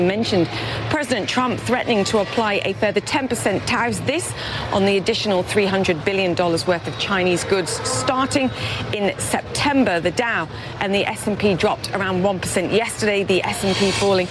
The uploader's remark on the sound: live from the New York Stock Exchange